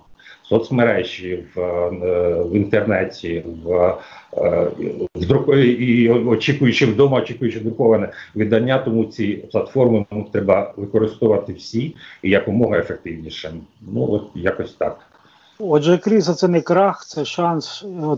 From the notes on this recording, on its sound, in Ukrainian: У ході розмови з допомогою skype-зв’язку